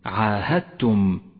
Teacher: تسقط فيه الدال من اللفظ ولذلك هي رمادية اللون وتشدد التاء التي بعدها، عاهدتم. والآن اقرأ كلمة إلا في قوله تعالى لا يرقبوا فيكم إلا ولا ذمة، إلا ولا ذمة، وخطأ أن تقول لا يرقبوا فيكم إلا ولا ذمة، فتنبه لهذه الكلمة الجديدة. · Term: إدغاما متجانسا